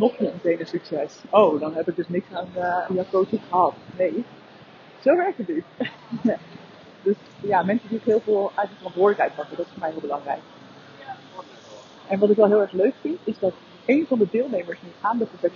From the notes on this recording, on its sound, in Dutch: Live door de straten van Bologna. Audiokwaliteit is kak.